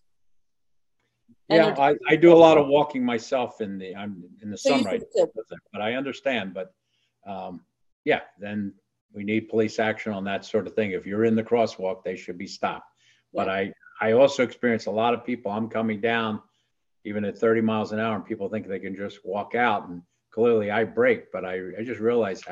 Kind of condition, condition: link, video call